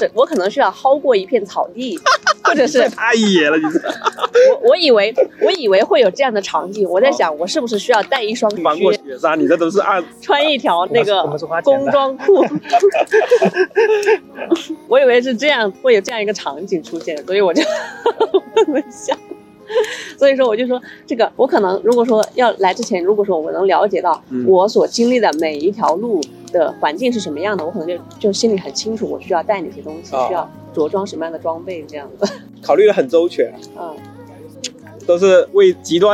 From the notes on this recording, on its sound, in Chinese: 它是我们10月份露营的时候和朋友的一次闲聊，那天夜幕降临后，我们点起了篝火，大家围坐在一起一边烤红薯一边聊天。聊天进行到某个节点，有人按下了录音键，记录了这次谈话。由于我们是在户外，没有专业的录音设备，大家互相坐的也比较远，所以音质非常糟糕。